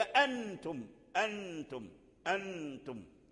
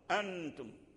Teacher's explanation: لا كله، كأنه دخل في التاء، لأن التاء من حروف الإخفاء، كأن النون دخل في التاء، فلا هو مظهر ظهور واضح ولا هو مدغم